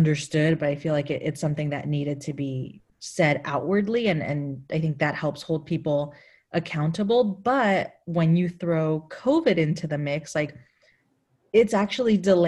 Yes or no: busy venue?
no